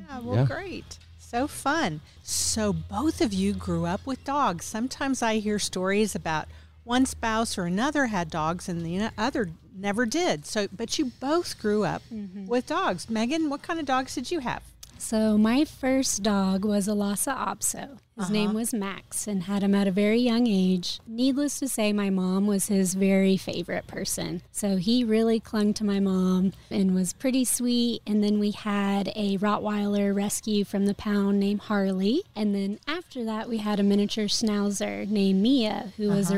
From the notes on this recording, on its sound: Recorded at Wheelers Western Outfitters